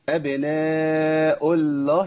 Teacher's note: اللام مفخمة مغلظة لأن قبلها مضموم